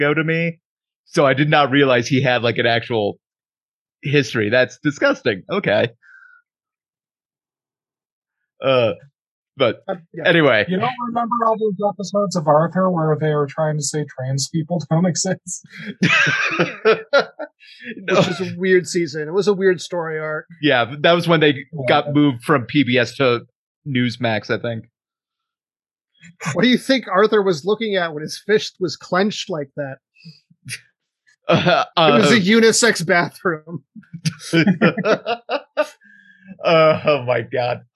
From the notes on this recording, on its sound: We ended up having to use the Zoom audio of this call, so the audio quality is not where we want it to be.